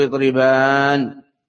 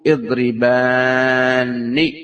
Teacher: بل يجب التشديد فتقول اضربان بنون مشددة مكسورة · Shown in: second take